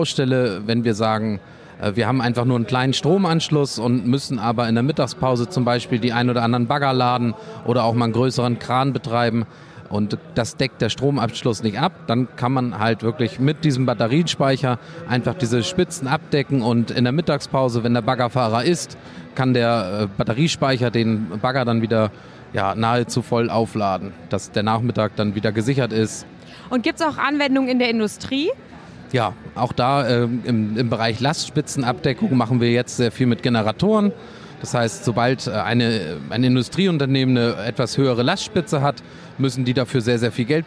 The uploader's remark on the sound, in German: LIVE-Rundgang: Zeppelin Rental auf der bauma 2022